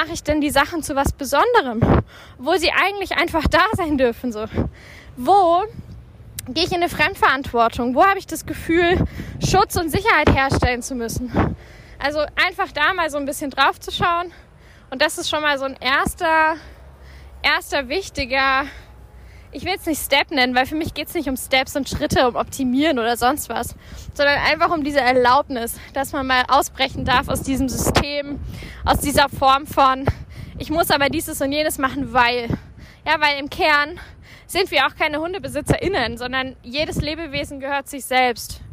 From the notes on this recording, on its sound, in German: Live vom Spaziergang.